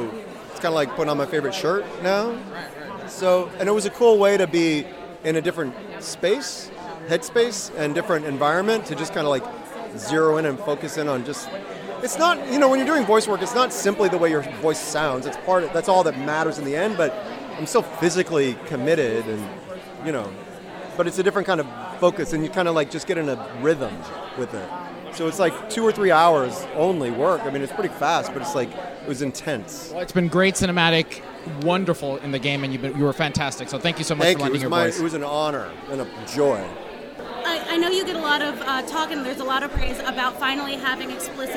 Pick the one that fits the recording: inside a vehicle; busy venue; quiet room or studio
busy venue